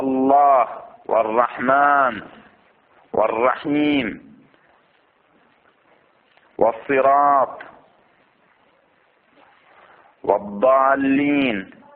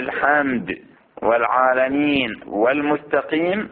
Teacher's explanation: فتقول في الله والرحمن والرحيم والصراط والضالين بالإلغام، وفي الحمد والعالمين والمستقيم بالإظهار